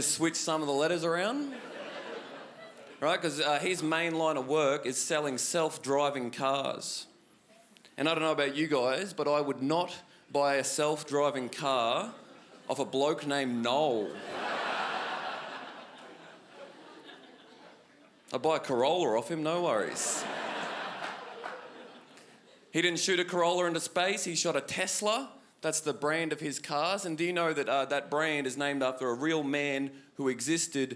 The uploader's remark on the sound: Melbourne International Comedy Festival's Comedy Up Late. Recorded at the home of the Festival Club, Max Watt’s for ABC.